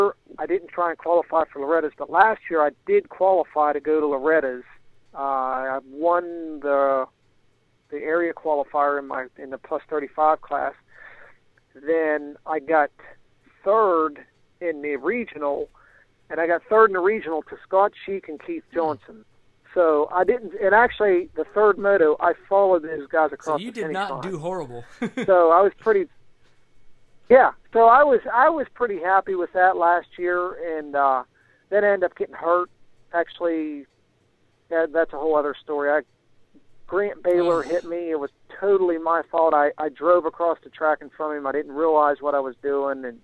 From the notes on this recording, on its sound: on the phone